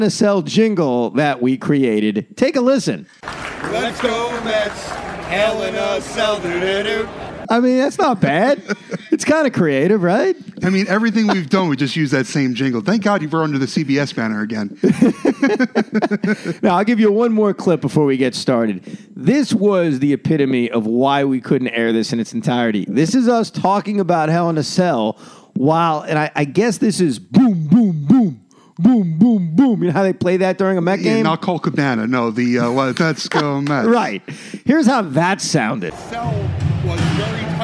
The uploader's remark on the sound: The two made an attempt to record this podcast at Citi Field. That didn’t go very well! They decide to play some clips throughout the podcast from their experience.